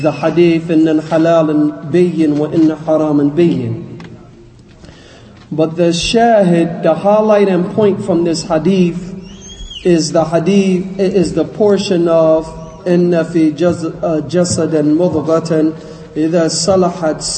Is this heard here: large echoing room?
yes